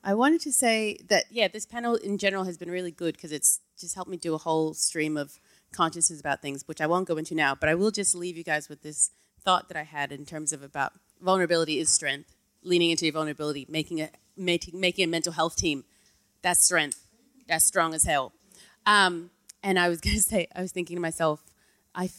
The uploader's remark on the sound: Live Show at ACMI! Full-house, crowd.